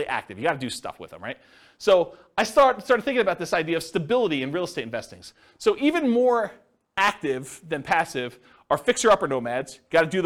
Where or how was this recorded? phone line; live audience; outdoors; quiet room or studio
live audience